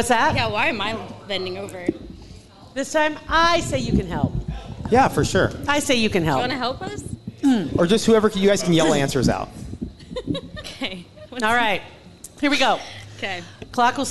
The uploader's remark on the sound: Joined us LIVE at Hail Varsity Club on Thursday! It was a sold out show and it was so much fun!